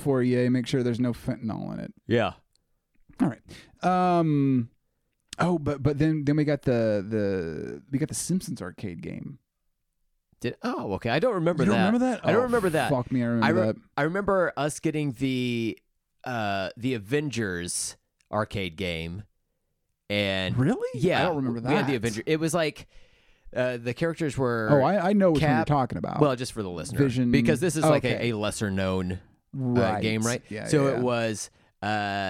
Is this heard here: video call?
no